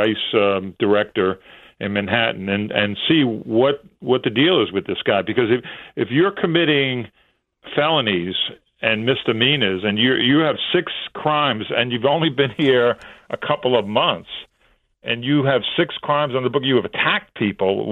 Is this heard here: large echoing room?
no